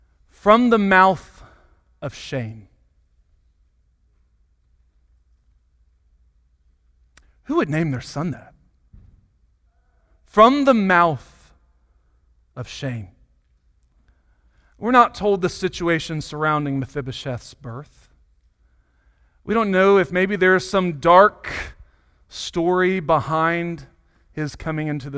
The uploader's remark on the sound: Sunday Morning Sermon Audio